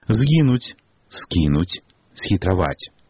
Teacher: пры літаратурным вымаўленні гукі «з», «с» не змякчаюцца перад мяккімі заднеязычнымі «е», «кі», «хе».